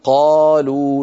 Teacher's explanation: لما قلت قلوا ولم أمد الطبيعي اختفت الألف من الوجود واختفت الواو من النطق، قلوا صارت انقلبت الألف إلى فتحة والواو إلى ضمة، لذلك لم يعد لذات الحرف وجود. · Term: المد الطبيعي